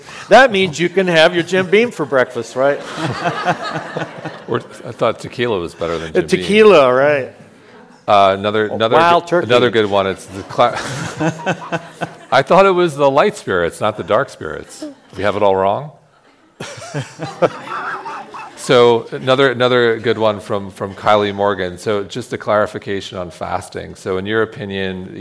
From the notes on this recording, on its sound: Today's episode is a special recording from our sixth annual revitalize event , which was held in Dove Mountain, Arizona, in June. Today's episode is a special recording from our sixth annual revitalize event , which was held in Dove Mountain, Arizona, in June. The insights we learned on the main stage this year were too good not to share. Answer the audience's burning questions in a Q&A.